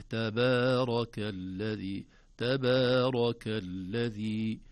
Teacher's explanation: نخلص الباء بمدها والتاء قبلها من تفخيم تأثر بالراء